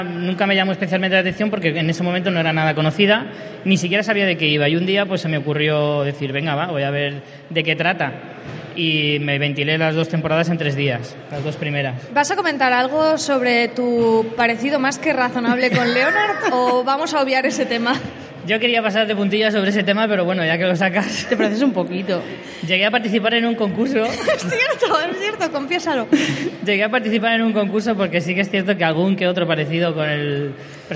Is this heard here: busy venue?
yes